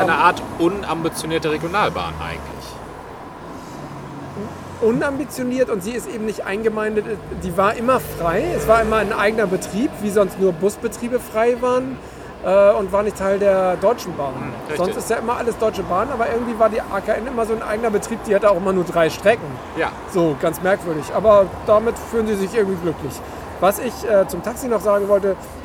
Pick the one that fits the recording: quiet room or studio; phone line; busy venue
busy venue